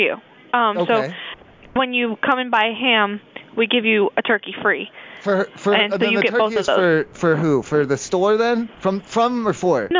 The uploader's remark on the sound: the live calls never stop!